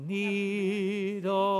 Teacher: the L sound will close the vowel. So, needle, it closes, and it sounds flat.